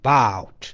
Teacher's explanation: 是一个双元音，对吧？要读得足够长啊